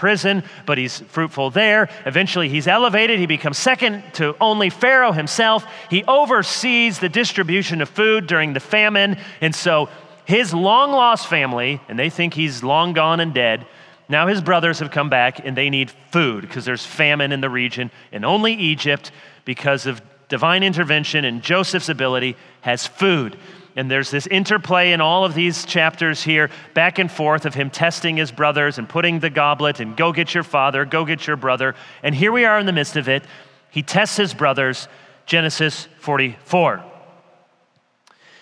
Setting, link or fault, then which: setting, live audience